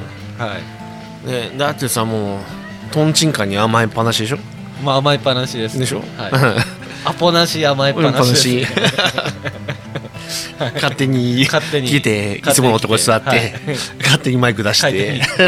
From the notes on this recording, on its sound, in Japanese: 東海市富木島町、聖地「とんちんかん」で収録！お酒を呑みながらおじさんが喋るラジオ。